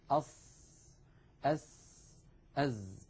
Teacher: كل الناس، ما أحد ينطق السين من الأسنان العليا، وإنما ننطقها جميعا من، نضع رأس لساننا عند الصفحة الداخلية للأسنان السفلى · Term: حروف الصفير